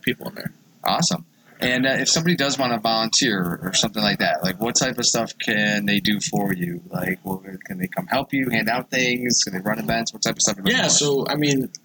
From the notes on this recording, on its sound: Recorded at This Little Pig Restaurant (Williamsville, NY).